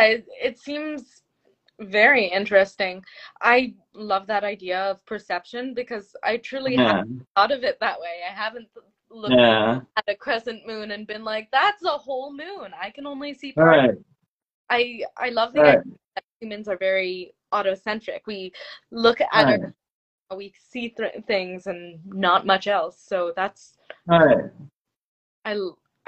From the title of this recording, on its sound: Instagram Live Interview